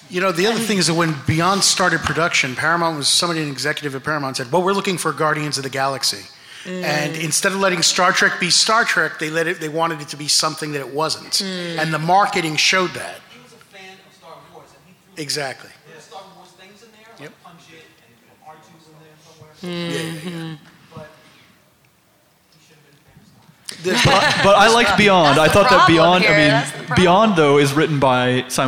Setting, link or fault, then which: setting, live audience